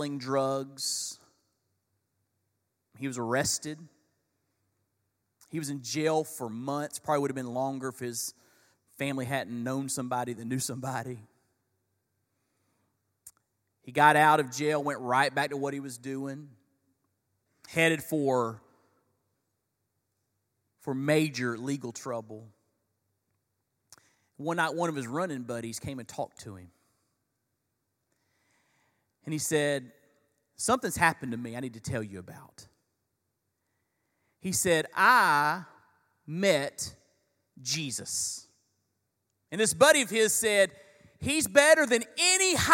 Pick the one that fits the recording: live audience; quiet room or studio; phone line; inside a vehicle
live audience